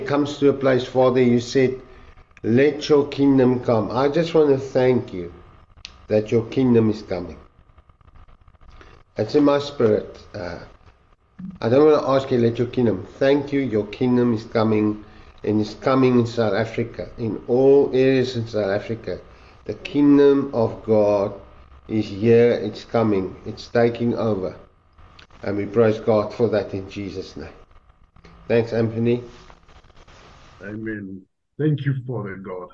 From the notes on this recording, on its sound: The Transformation Table Zoom Meeting